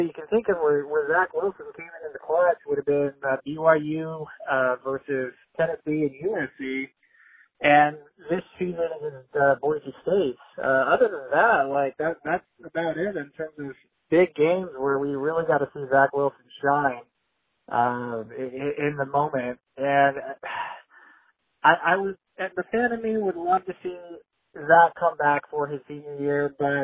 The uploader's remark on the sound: Call In Show.